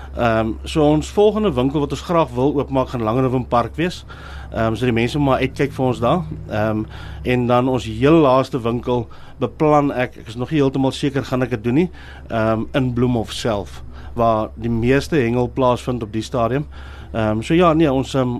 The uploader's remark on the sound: Mid morning Magic het op 4 Aug by Central Fishing Shop en Central Sound se nuwe winkel in Curie laan Bloemfontein, uitgesaai.